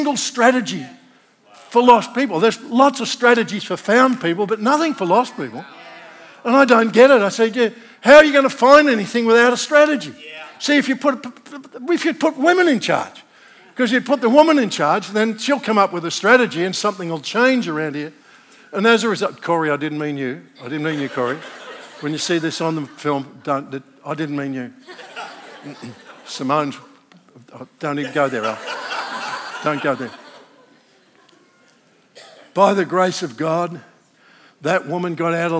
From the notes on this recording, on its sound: This message was originally recorded at NEUMA Melbourne City location, on Sunday, 9th July 2023, at the 11:30 AM service.